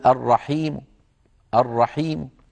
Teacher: مثلا بده يقول الرحيم، يقول الرحيم الرحيم، يعني يقف عليها ولكن بصوت مخفوض على الحرف الأخير · Term: الوقف ببعض الحركة